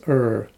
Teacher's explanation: For example, when people first meet me, they often think I come from the West Country, probably because of the way I pronounce the letter R as R, a sound made right at the front of my mouth, very like the Irish way of pronouncing R